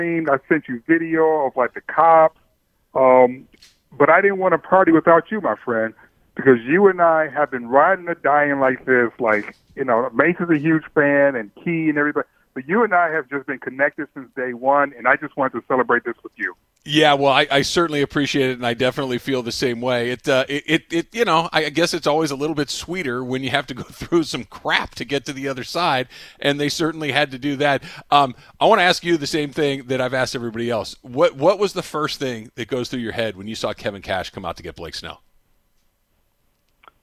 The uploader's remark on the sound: opens up the phone lines and allows you to react